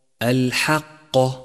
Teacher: أولا، اقرأ كلمة الحق. الحق، اقرأها بشكل صحيح، ولاحظ ترقيق الحاء وتفخيم القاف